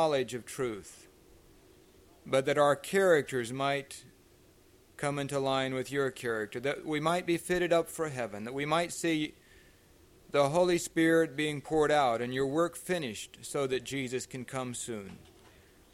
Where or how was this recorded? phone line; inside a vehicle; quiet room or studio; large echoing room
large echoing room